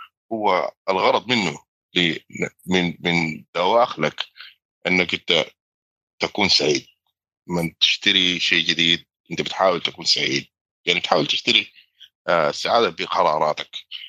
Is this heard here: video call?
yes